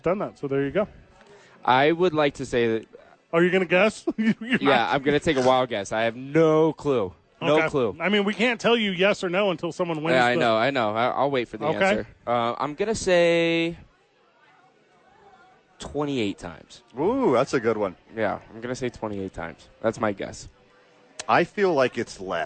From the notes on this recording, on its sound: live from Howies!